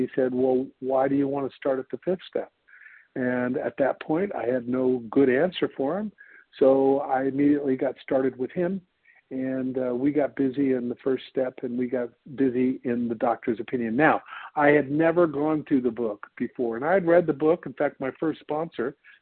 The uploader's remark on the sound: 100 Pounders Phone Meeting